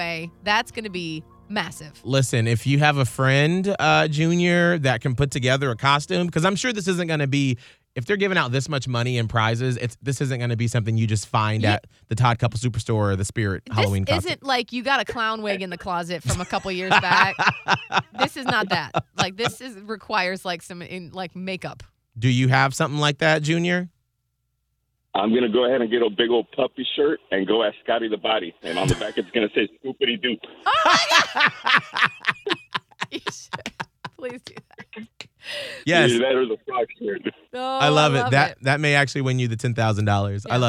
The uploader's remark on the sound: Can they pull through this time while on the phone?